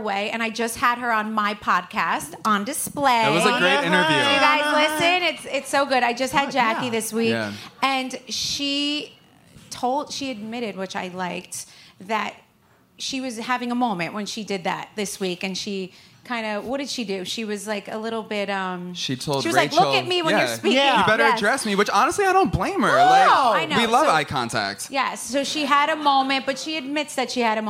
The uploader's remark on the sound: took the stage in NYC at City Winery for our second live "Virtual Reali-tea" event presented by Tri-State Cadillac.